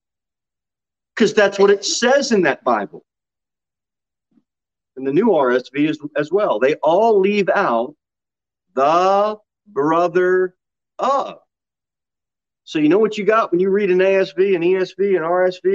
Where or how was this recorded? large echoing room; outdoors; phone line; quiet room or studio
large echoing room